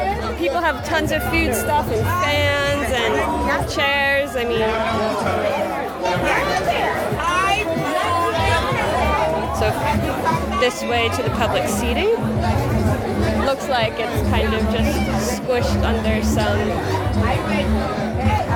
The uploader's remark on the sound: LIVE at Cupmatch in Bermuda. I bring you live to the colourful event that is cupmatch - Bermuda's biggest holiday and annual cricket match between teams at either end of the island.